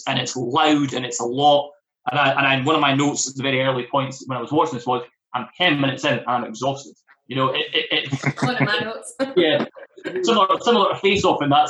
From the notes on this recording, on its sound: The Zoom season begins